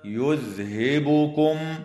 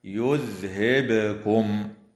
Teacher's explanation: كما يفعل بعض المبتدئين خطأ فيقرؤون خطأ هكذا يذهبكم، وهذا خطأ، والصواب القراءة بإسكان الباء مقلقلة · Shown in: second take